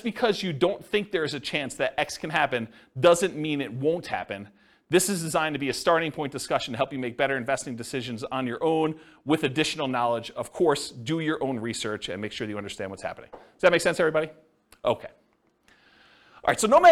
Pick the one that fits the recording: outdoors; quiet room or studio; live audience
live audience